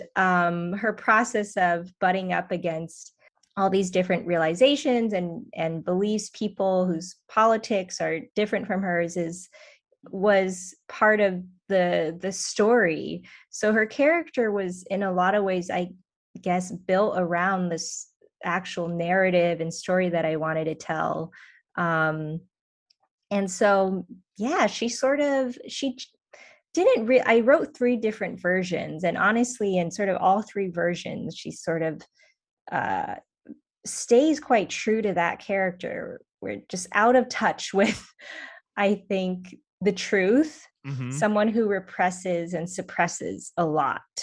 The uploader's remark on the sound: Drops into the Damn Library Hyperspace Zoom Zone.